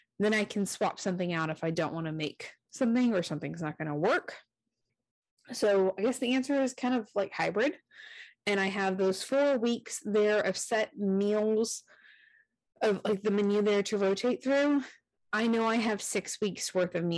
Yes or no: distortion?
yes